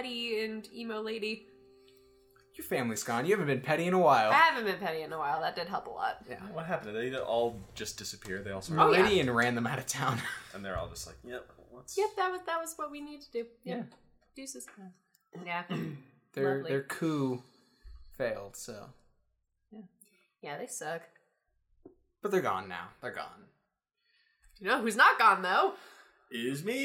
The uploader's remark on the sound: Please note that the audio quality is a little lower.